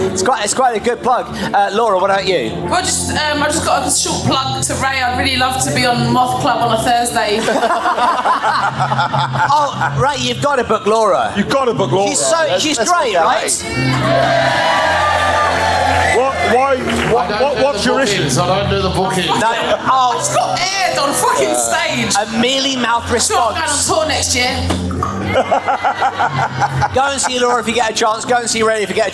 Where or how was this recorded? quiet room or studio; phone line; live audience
live audience